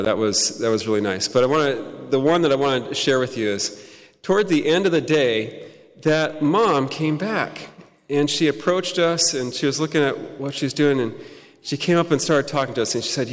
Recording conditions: live audience